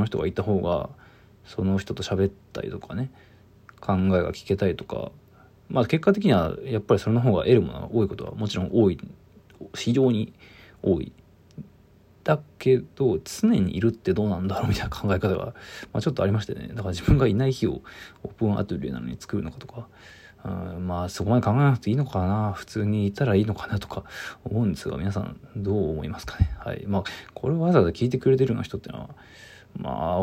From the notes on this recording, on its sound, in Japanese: From Radiotalk。ボイスメモです。